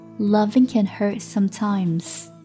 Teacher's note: Loving can hurt, loving can hurt sometimes.爱会让人伤心，爱有时总会让我们伤心。后半句当中有一个失音的现象， Loving can hurt sometimes, hurt t 结尾， sometimes s 开头，所以呢爆破音 t 遇上了摩擦音 s 会出现失音的现象，所以 hurt t 失去爆破